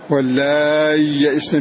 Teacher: السوسي يقرأ على وجه الإبدال بإظهار هذه الياء الساكنة واللاي يئسن من غير إدغام لها، وعلل إظهارها بأن سكونها عارض للوقف، أو هي نفسها عارضة لأن أصلها همزة، أو أن الياء هنا أصلها عارضة.